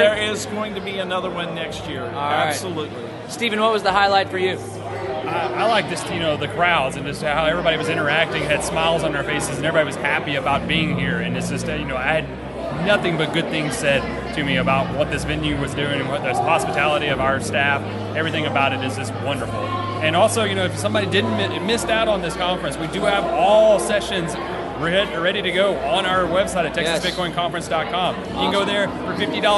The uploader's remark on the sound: This weeks program was mostly recorded at the First Annual Texas Bitcoin Conference which took place this week in Austin, TX.